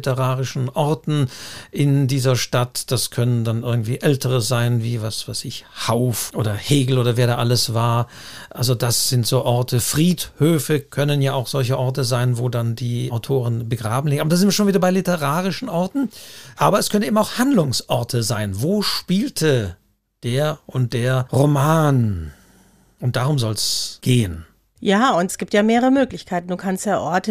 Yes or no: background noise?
no